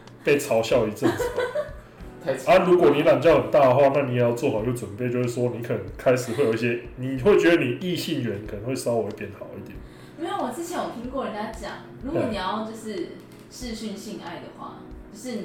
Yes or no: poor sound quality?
yes